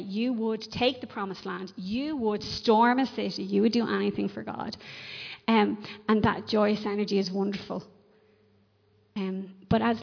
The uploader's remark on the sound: Recorded live in Liberty Church on 3 October 2021